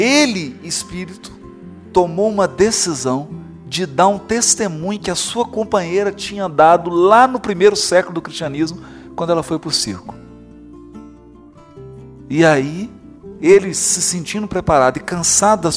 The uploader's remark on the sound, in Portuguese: gravada no centro espírita Eurípedes Barsanulfo em Curitiba/PR